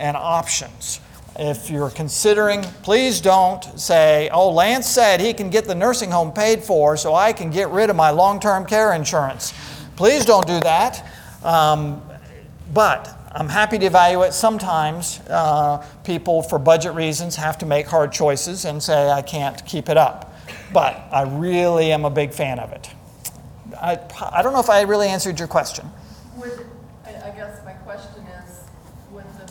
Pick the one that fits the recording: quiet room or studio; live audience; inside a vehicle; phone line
live audience